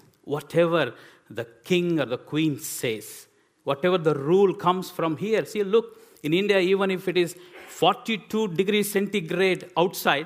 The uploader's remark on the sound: This sermon was recorded on Sunday 16th April 2023 at our Putnoe venue.